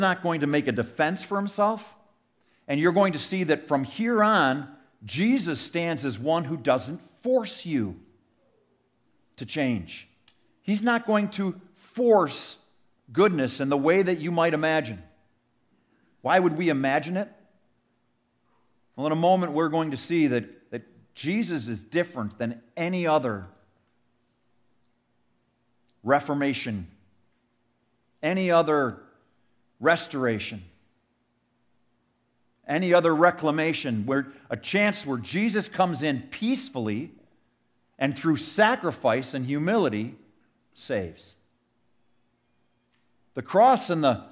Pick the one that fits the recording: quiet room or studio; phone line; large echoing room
large echoing room